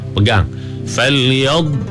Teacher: Nak kena angkat lidah rapat ke langit, di tepi ni pula sengit ke beberapa batang gigi geraham di belah kiri ataupun kanan. Makhraj bagi huruf dhak ni, dia memanjang, ada sifat istitalah bagi dhak.